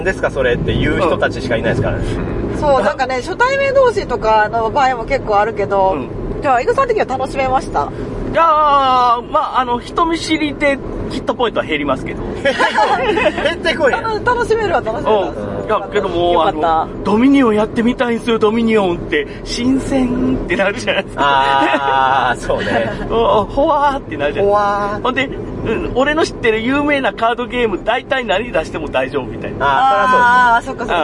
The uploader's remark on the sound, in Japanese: 一部、屋外での収録のため、騒音雑音が入っております。